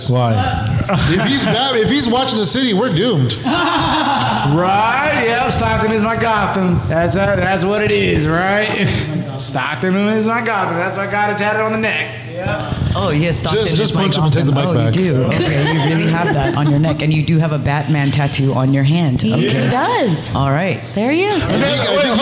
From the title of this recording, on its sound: Live From Groundstack Coffee